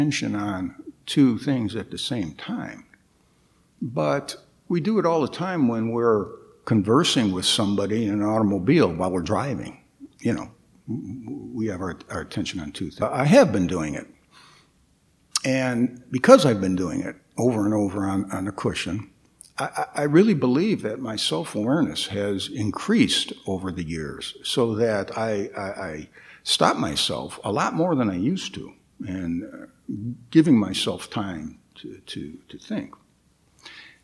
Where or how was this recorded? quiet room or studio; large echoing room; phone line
large echoing room